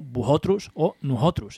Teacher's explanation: Esto también pasa a veces con la S intervocálica y de ahí tenemos que, por ejemplo, en el Valle de Iguña o en Cabuérniga se diga muchísimo, muchísimo vosotros o nosotros. Esa S de nosotros o de vosotros se aspira completamente